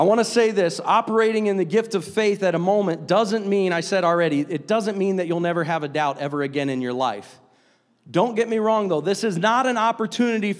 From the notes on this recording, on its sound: a service recording from Connect Point UPC